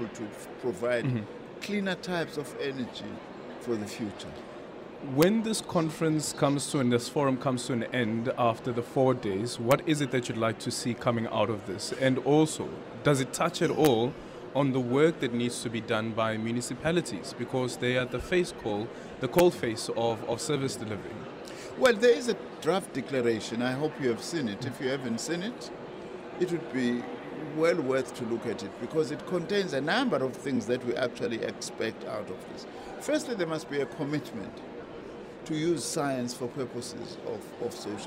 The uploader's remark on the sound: We continue our broadcast live from the World Science Forum at the Cape Town International Convention Centre. Stakeholders in the science field from companies to universities and government departments are gathering here.